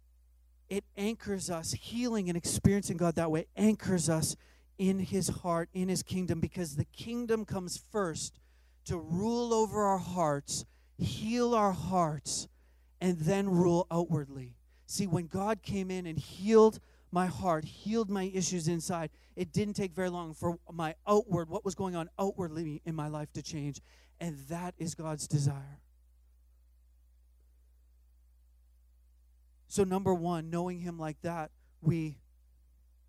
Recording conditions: large echoing room